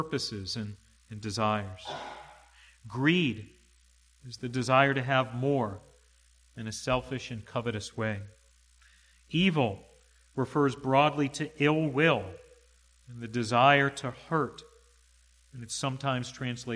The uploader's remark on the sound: to the congregation at the Manchester Reformed Presbyterian Church of New Kensington, PA, on Sunday, January 09, 2022 .